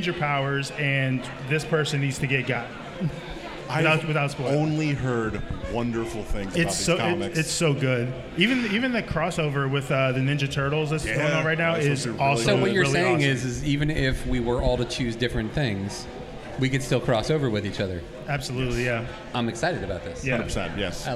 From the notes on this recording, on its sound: Live From Free Comic Book Day 2023! Live at Tosche Station for Free Comic Book Day 2023!